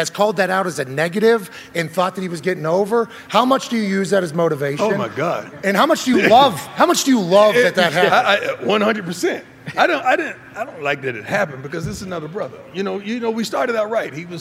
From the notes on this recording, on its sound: LIVE from the set of College GameDay in Boulder, Colorado